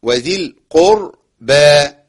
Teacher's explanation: وراء الساكنة بعد ضم، تمام، دي على طول بتفخم عندنا في القرآن · Term: وراء مفخمة